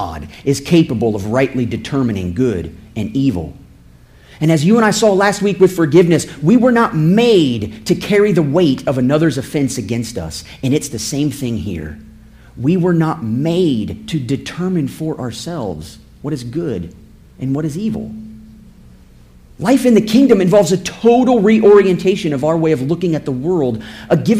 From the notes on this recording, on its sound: This episode is a sermon I preached September 24, 2017.